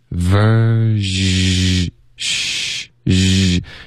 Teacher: 把这个轻音 version 变成一个浊音嗓子跟着震动